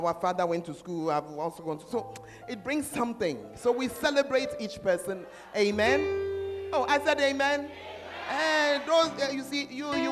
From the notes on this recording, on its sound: Preached At The Fountain Of Life Cathedral